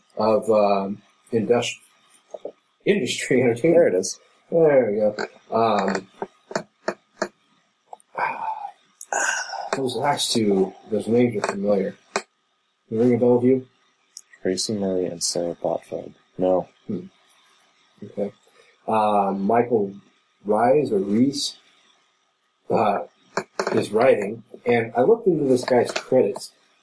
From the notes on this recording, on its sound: We then re-recorded it, only to have a terrible clicking noise appear 20 minutes in and last throughout. We apologize for the quality and believe us when we say this won't happen again.